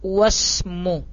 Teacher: hamzatul wasal di sini tidak usah kita baca. Langsung kita masukkan ke huruf setelahnya.